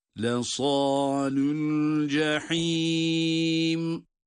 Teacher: Cehim derken buradaki ha harfinin de boğazın ortasından boğaz sıkılarak çıkarılan harf olduğunu yine dikkate alıyoruz elbette.